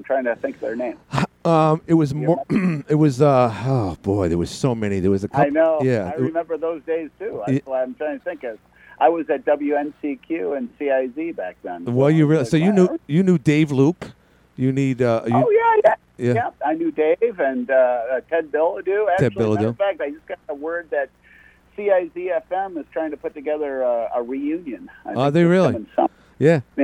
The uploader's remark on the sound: called in from Florida